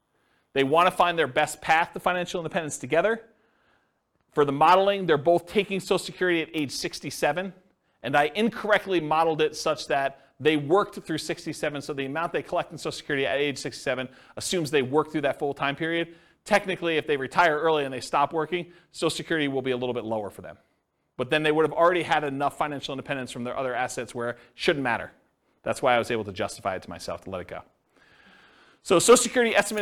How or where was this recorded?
live audience